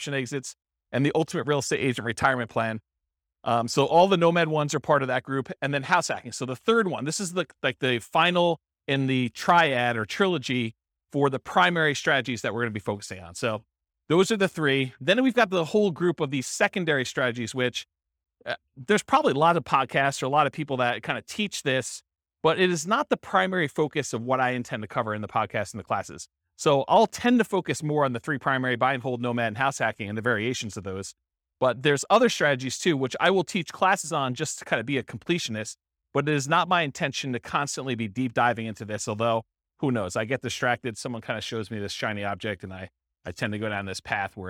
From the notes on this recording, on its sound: This was a live class recorded